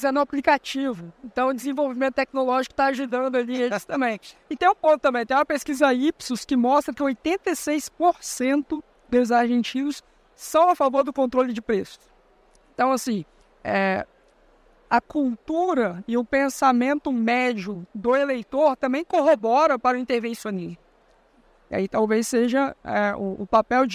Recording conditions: busy venue